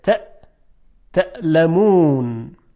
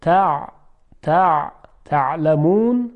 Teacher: در فارسی ما همزه و عین رو مثل هم تلفظ میکنیم، اما در عربی دو صدای مختلف هستند. ببینید کلمه تعلمون با عین تلفظ من میکنم، تعلمون تعلمون.